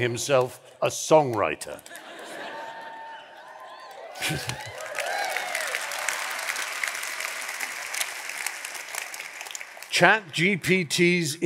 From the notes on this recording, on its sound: performance at Letters Live 10th Anniversary show at the Royal Albert Hall on 16th November 2023